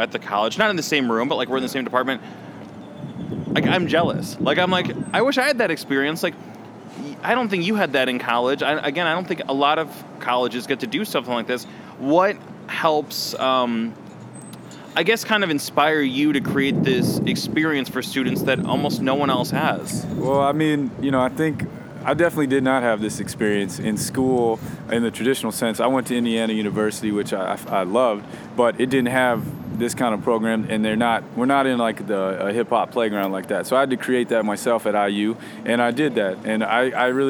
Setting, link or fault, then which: setting, busy venue